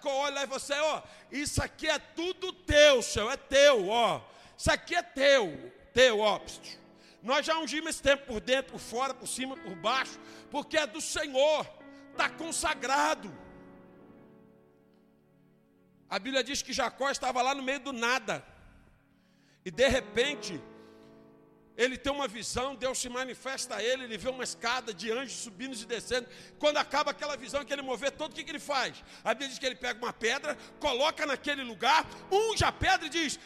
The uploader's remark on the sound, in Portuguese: Ao Vivo na Casa de Louvor.